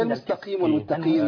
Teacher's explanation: فالصح فيها ان القاف تكون من ادنى مراتب التفخيم